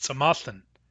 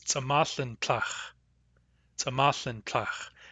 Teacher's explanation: The ending for I, we usually think of as un, but it's actually untla. It's untla, but the tla part is only pronounced when another ending follows it. · Shown in: second take · So I'm pointing is just tsamathan, but I'm pointing at that is tsamathan tlach.